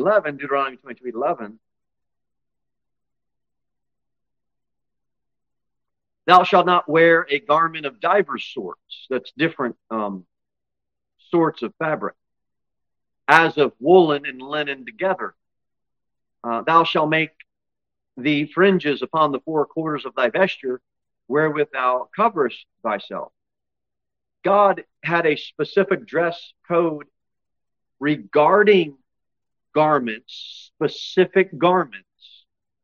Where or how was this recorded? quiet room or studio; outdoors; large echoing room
large echoing room